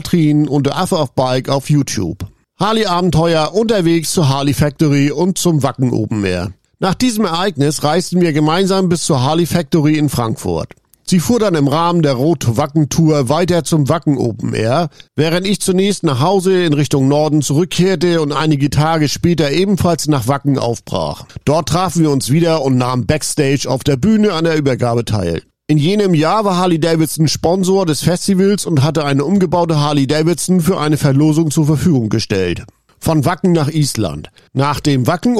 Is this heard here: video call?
no